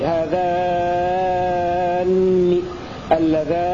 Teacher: ويلاحظ على قراءة تشديد النون في الكلمات المذكورة تمد الألف قبلها ست حركات